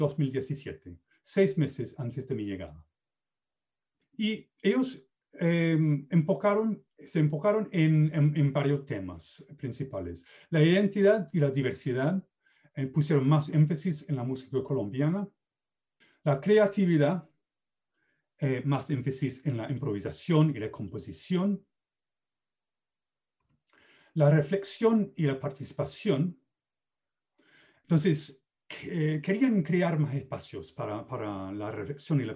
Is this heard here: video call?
yes